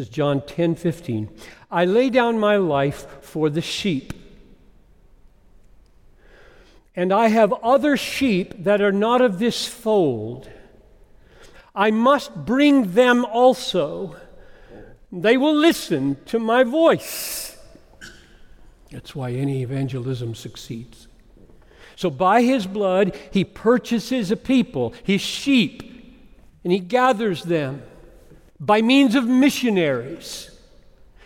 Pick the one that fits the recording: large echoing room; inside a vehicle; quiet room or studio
large echoing room